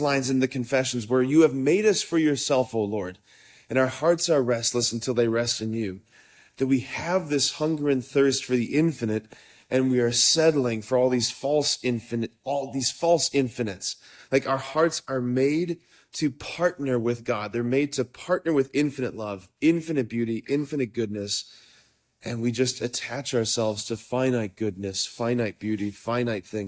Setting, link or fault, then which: setting, large echoing room